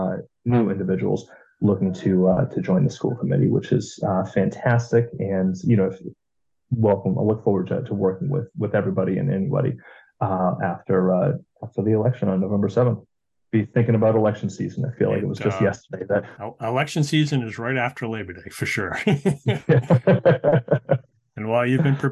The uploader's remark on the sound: We had our conversation via Zoom